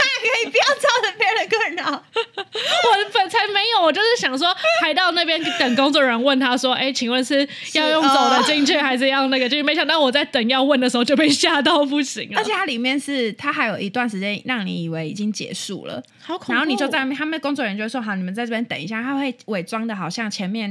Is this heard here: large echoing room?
no